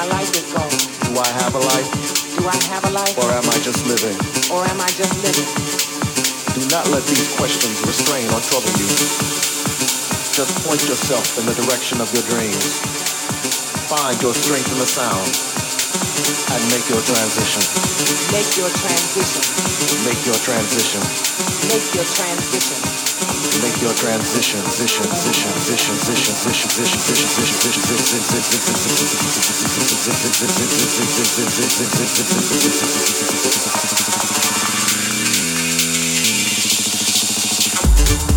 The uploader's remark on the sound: Live from Input, Barcelona. Recorded sets from his jammed-packed festival and club tour.